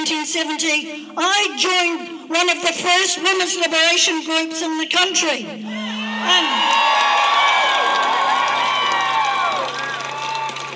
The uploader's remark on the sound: at the “Rally for Trans Acceptance and Reproductive Rights” in Wellington, New Zealand on 25 March 2023